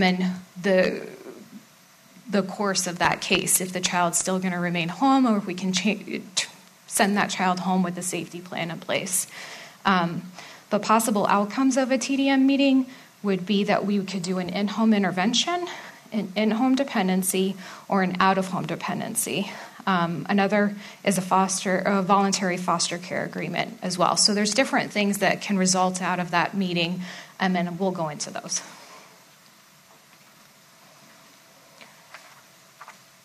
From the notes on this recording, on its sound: A live recording from our Fifth Annual Court & Custody Conference